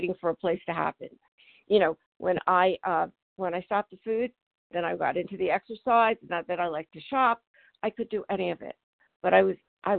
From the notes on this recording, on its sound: from the 100 Pounders Phone Meeting on 12/4/20